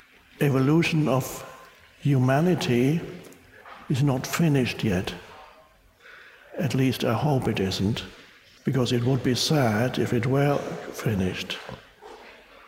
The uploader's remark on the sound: Talks to an audience in Budapest, Hungary. The crowd erupts with laughter and applause when he speaks a few words in Hungarian.